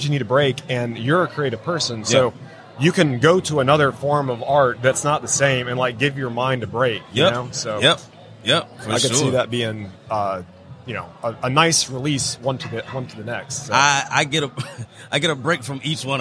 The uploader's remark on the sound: LIVE from WORKBENCHcon 2022